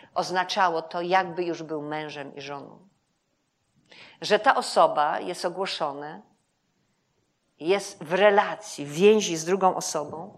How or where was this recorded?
live audience